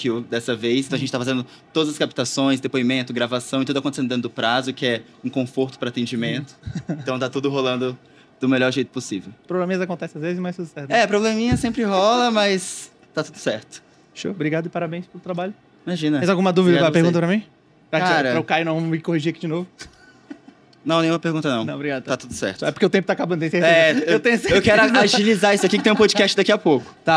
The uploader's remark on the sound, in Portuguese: Diretamente do Case ABStartups, gravamos vários episódios incríveis para o De Galho em Galho durante este evento.